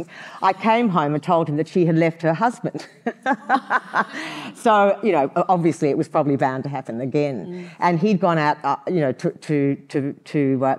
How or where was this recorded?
live audience